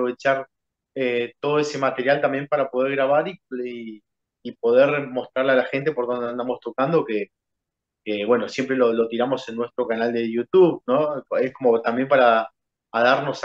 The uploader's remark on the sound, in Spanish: Charlamos vía zoom